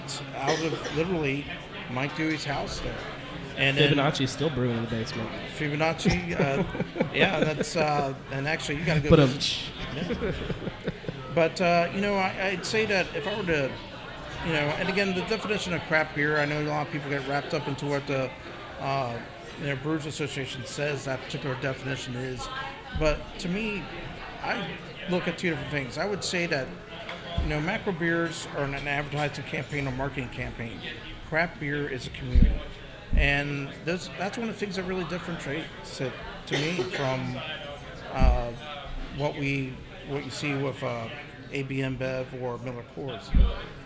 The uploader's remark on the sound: Live At The Moerlein Lager House. From the beautiful Moerlein Lager House in Smale Riverfront Park in Downtown Cincinnati, it’s a very special Live edition of Cincy Brewcast.